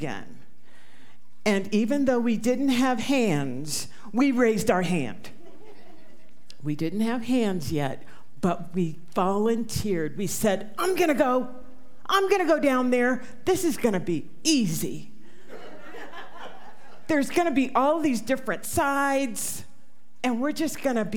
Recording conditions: live audience